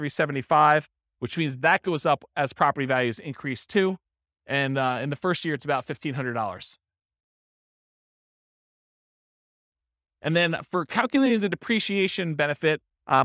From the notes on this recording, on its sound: This was a live class recorded